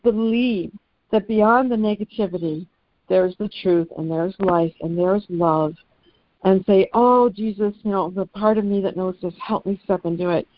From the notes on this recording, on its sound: ACIM Daily Conference Call.